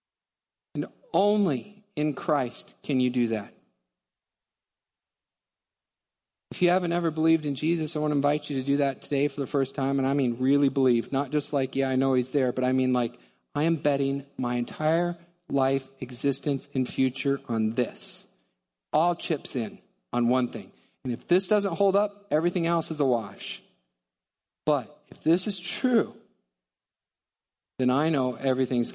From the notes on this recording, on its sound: Midland Evangelical Free Church Sermon Audio